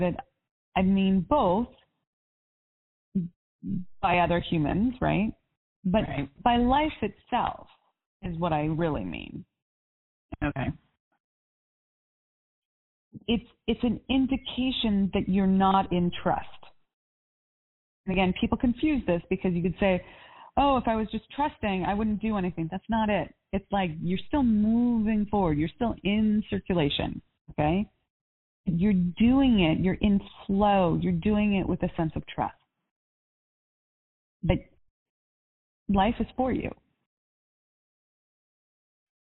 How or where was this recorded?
phone line